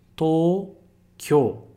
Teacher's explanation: E não esquece de prolongar esse to.